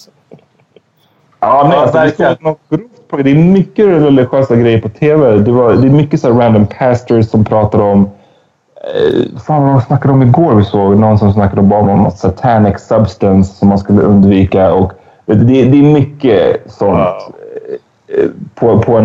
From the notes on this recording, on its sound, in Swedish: Snart är vi tillbaka med bra ljud!